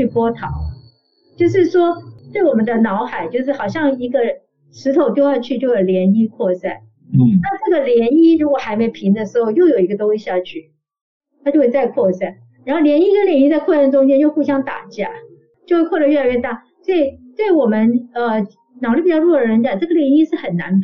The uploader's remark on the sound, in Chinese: 本集採線上錄音，音質欠佳請見諒